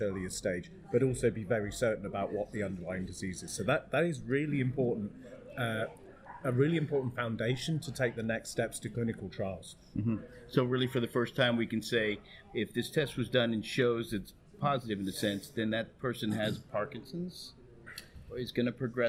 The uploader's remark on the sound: LIVE From Michael J. Fox Foundation Conference. The interview was conducted live at the recently concluded Michael J Fox Foundation’s Annnual gathering in New York.